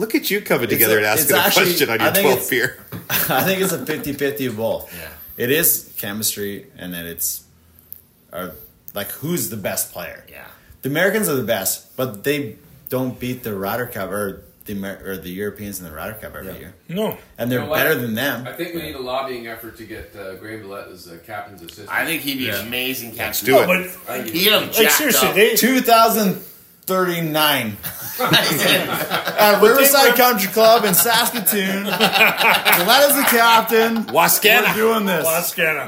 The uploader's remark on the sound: Live At The Masters